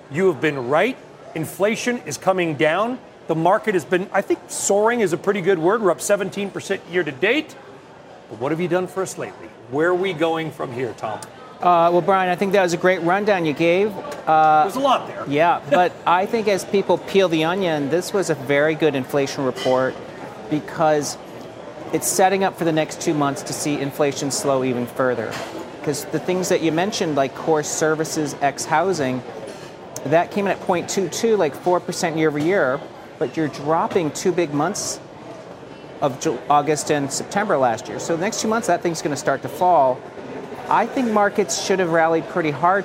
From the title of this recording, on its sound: Live at the Tin Building